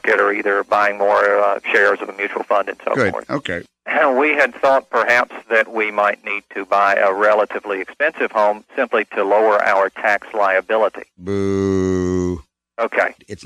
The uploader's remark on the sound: Financial planning call-in show.